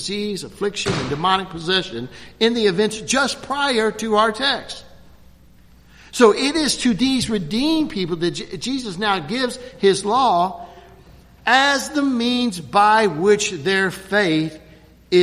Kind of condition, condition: setting, large echoing room